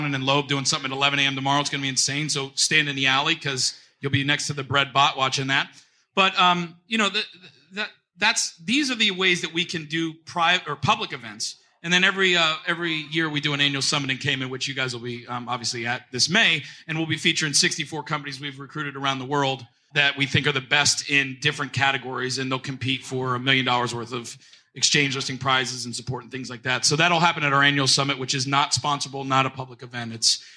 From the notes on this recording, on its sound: Live from SXSW at The Blokhaus. Austin, Texas has a reputation for being weird. We’re live on location at the Blokhaus, a venue where blockchain leaders are imagining the future together. We’ve been invited to do the show live before an audience.